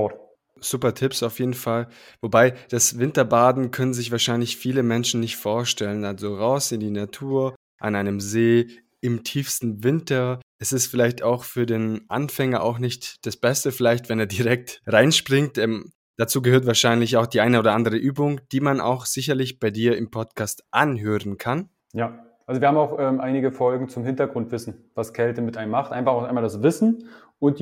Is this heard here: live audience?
no